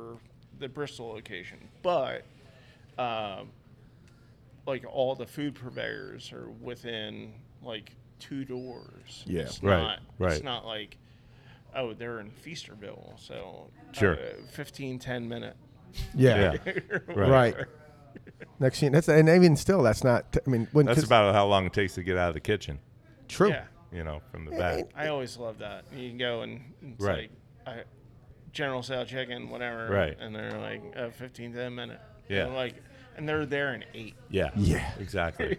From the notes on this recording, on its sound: Met up at Naked Brewing, in Huntingdon Valley, to record a planning session. We had a blast while enjoying many of the fine beers Naked Brewing had to offer.